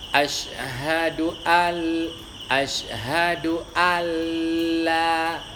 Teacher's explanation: nun yang diidghamkan dalam lam pada alla ilaha illallah